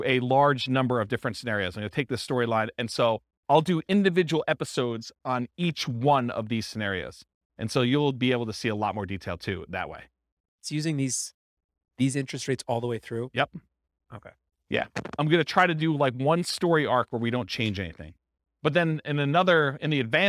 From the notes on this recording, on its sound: This was a live class recorded.